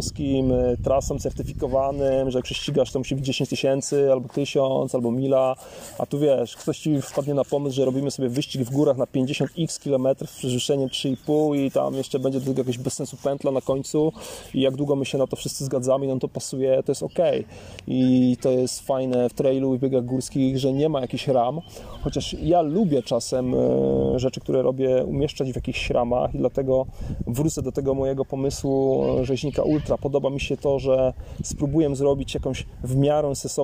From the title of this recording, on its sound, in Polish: Live z Dziewiczej Góry